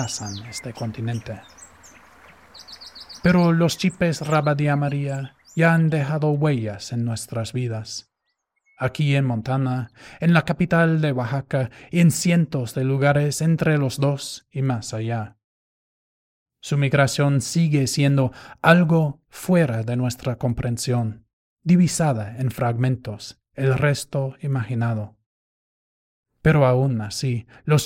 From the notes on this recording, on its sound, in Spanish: una grabación del Parque Las Canteras, Oaxaca de Juárez